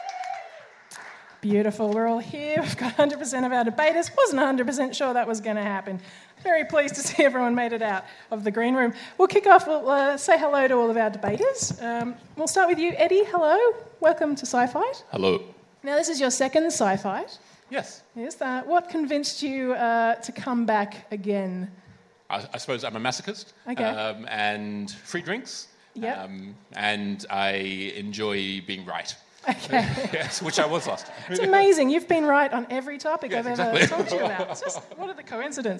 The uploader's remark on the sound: Recorded at Howler, October 17th. Sci Fight Science Comedy Debate is a bi-monthly science and comedy debate held at Howler Bar, Brunswick in Melbourne.